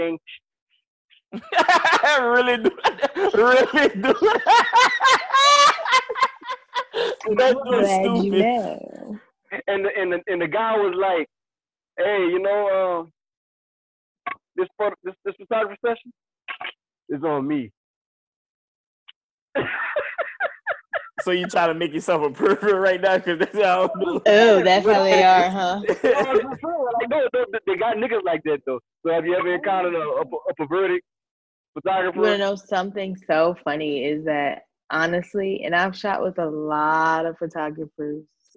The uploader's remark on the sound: This is our first episode live on zoom